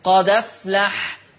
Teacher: شيلوا الهمزة خدوا الفتحة حطوها على مين؟ على الدال، فتصير المحصلة دال مفتوحة